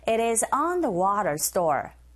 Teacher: 모음과 모음 사이에 t 사운드가 있으니 flap 현상에 의해서 water 이렇게 발음하시면 됩니다. It is on the water store.